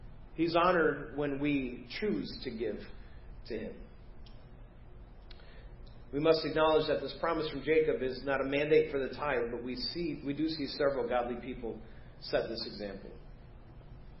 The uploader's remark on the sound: Preached at First Baptist Church of Hazel Park